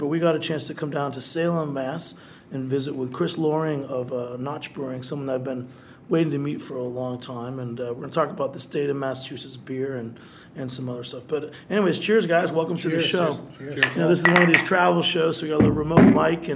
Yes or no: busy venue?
yes